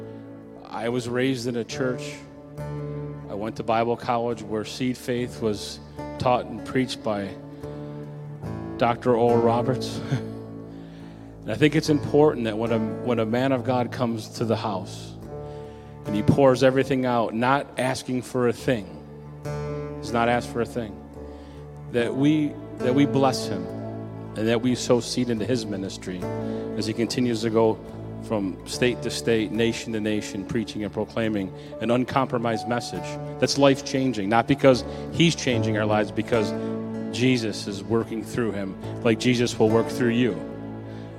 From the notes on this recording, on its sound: Recorded Sunday Night: June 26, 2021, at Southtowns Christian Center.